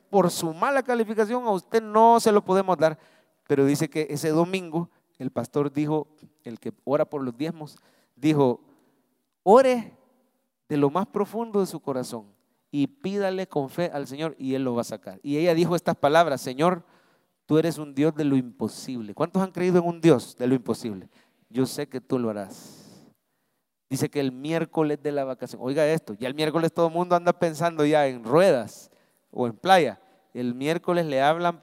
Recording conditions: large echoing room